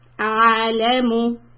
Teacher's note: The word a'lamu, the ayn, has a sukoon, so you need to rest there for a little bit. A'lamu. Don't go a'a.